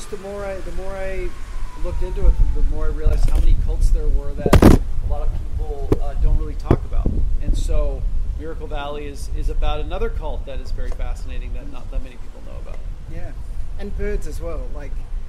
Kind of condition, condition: fault, wind noise